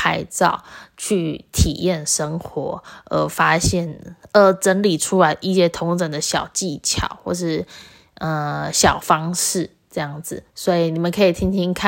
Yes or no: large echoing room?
no